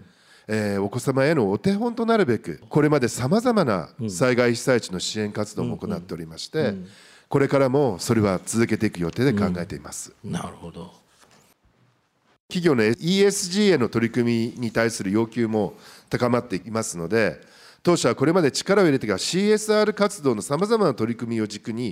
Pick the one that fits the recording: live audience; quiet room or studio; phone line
live audience